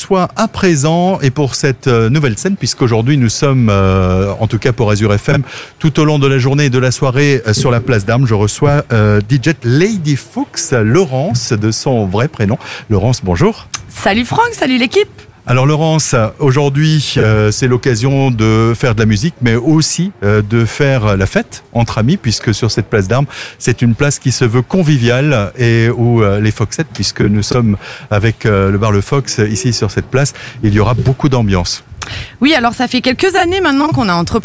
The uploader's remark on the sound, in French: Dans le cadre de la fête de la musique, ce mercredi 21 juin 2023, AZUR FM a délocalisé ses studios. En direct depuis la place d'armes (scène brasserie le fox) dans le cadre de la fête de la musique.